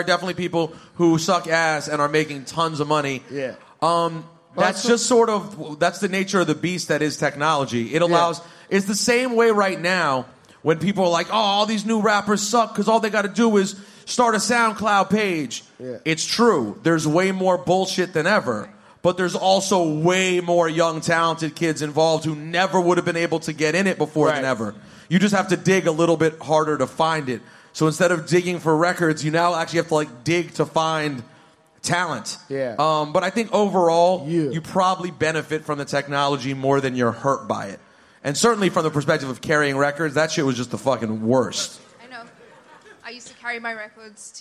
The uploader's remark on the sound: Live from Highline Ballroom. Returned to New York City and did a live show.